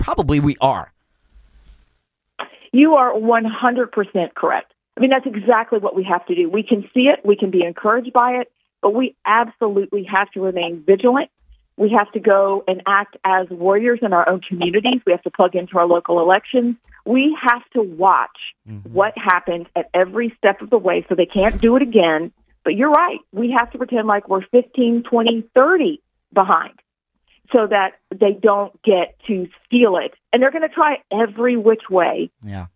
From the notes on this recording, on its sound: called into the show for an interview